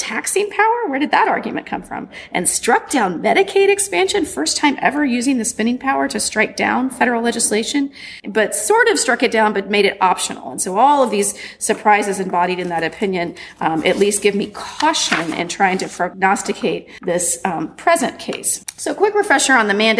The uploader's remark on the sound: Recorded at the 2019 annual meeting of the Southeastern Association of Law Schools